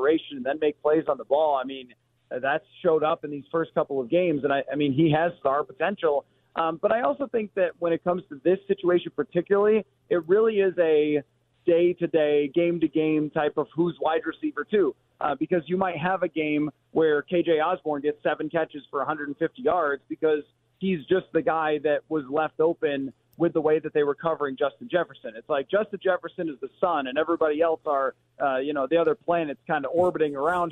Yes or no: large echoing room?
no